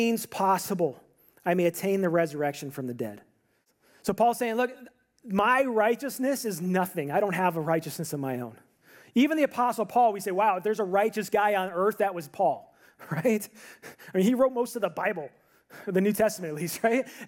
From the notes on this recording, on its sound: This audio is from a sermon that I preached on New Year's Eve at my church